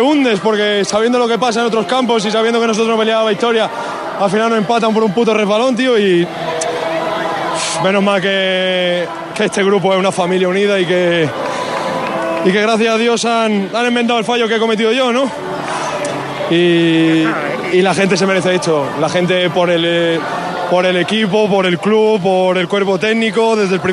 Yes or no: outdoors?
yes